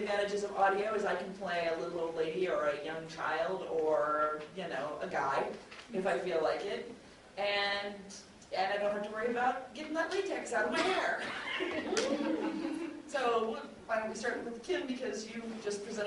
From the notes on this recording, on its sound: The rest is the panel “Tell Your Story through Audio Drama” that was held at Geek Girl Con, here in Seattle Wa.